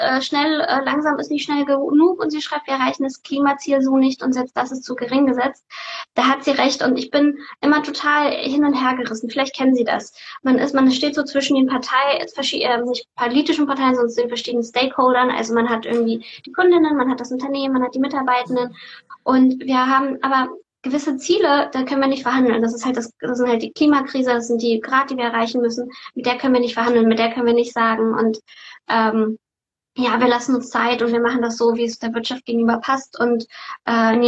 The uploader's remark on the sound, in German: Dieses Interview fand live auf Instagram statt